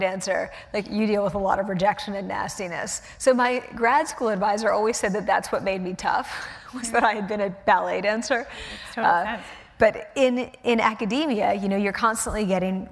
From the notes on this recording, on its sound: The conversation was recorded on Jan 21, 2016 in front of a live audience at New York's 92nd Street Y.